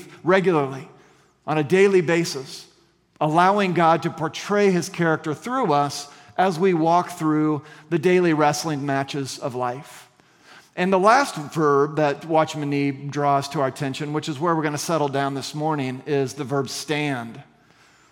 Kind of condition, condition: setting, large echoing room